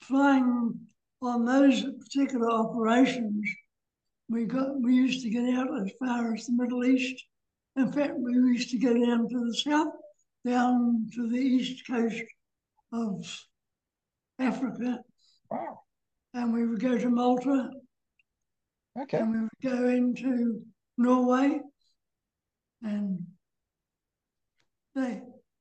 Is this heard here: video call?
yes